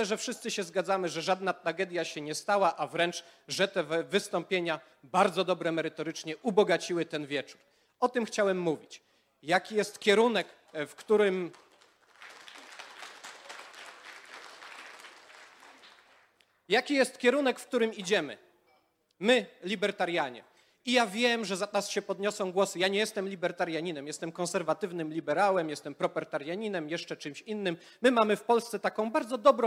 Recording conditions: live audience